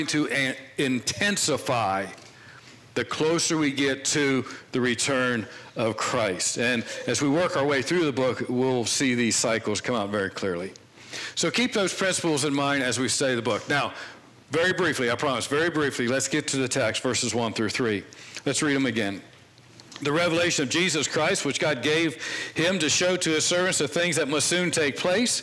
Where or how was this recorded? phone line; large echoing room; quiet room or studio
large echoing room